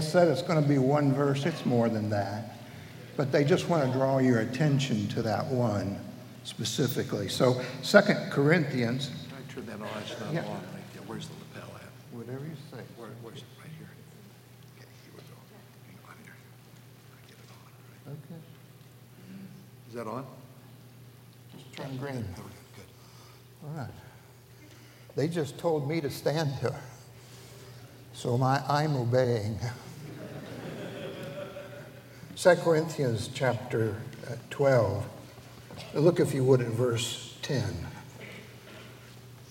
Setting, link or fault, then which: setting, large echoing room